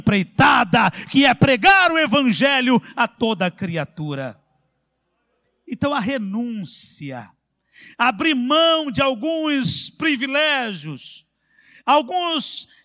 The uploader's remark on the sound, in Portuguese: CULTO AO VIVO